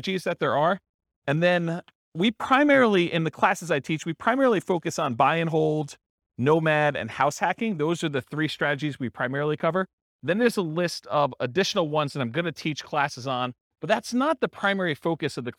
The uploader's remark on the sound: This was a live class recorded